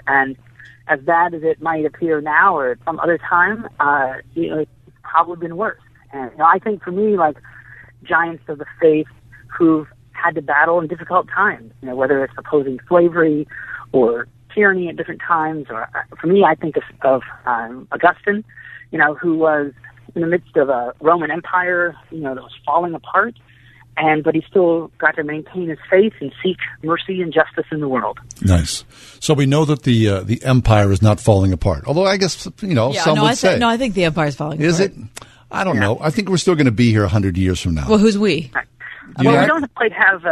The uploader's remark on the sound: go to the phones